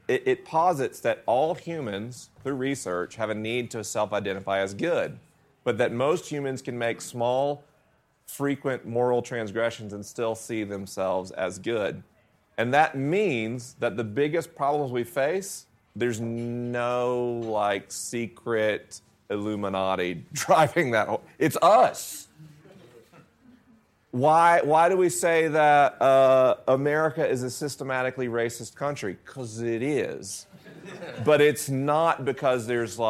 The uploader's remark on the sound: LIVE in Denver, CO. This episode was recorded at St. Andrew UMC in Denver, CO with a live audience.